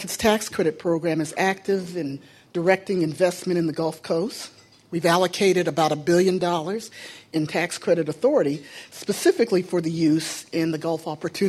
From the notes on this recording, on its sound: keynote address at Novogradac's New Markets Tax Credit Conference in San Diego